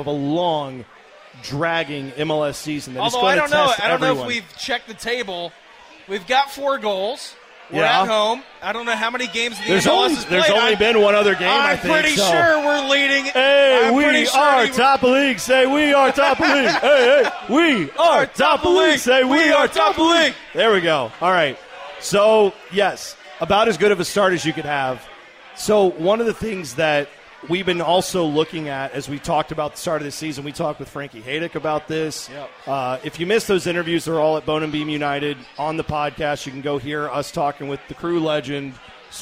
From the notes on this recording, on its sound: LIVE from the Pub at the LDC for a postgame show.